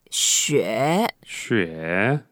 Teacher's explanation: it's the third tone, so we say 雪. 雪. 雪, we go down first and then up